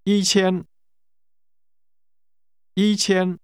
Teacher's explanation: Notice the two high-level tones.